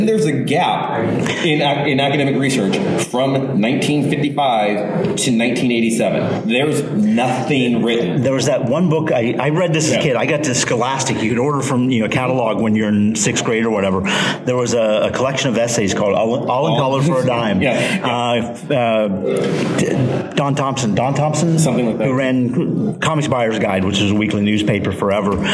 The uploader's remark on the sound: Live from 3 Rivers Comicon!